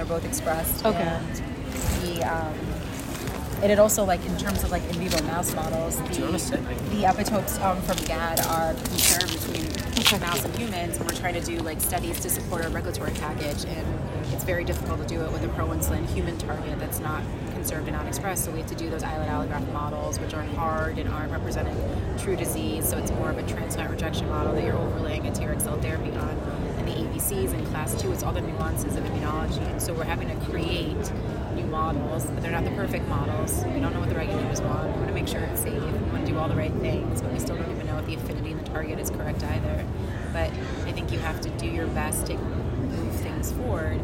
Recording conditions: busy venue